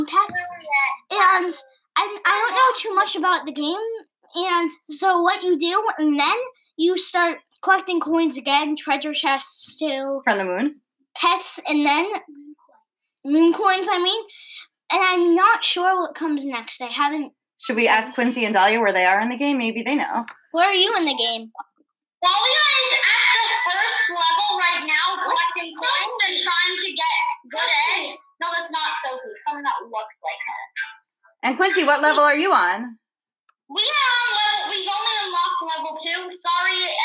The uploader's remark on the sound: Today we have 2 special guests calling. Sorry if the sound quality is a bit off, we couldn't have them in the podcast studio due to Covid-19 so we had to make it work!